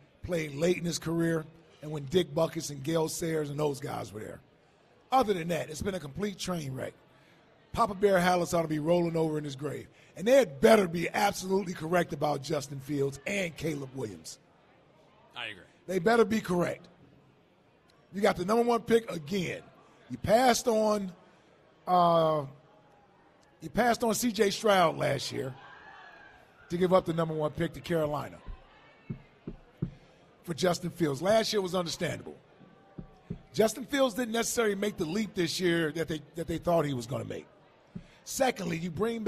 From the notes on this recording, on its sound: live from Chickies in South Philly